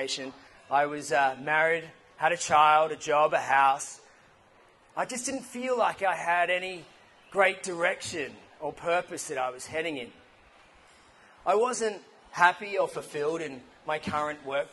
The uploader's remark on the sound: Idea Bombing Newcastle Talk. It was exciting to hear so many ideas being passed around the room. There is a bit of background noise as the Edwards was quite full.